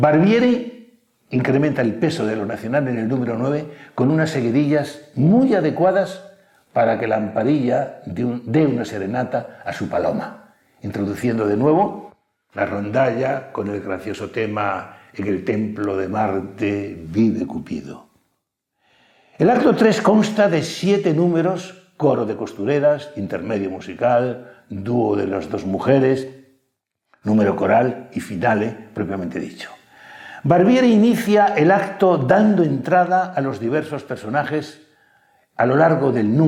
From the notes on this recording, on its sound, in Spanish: Ciclo de Conferencias que el Teatro de la Zarzuela programa en colaboración con la Asociación Amigos de la Ópera de Madrid. La conferencia fue grabada en el Teatro de la Zarzuela en junio de 2022.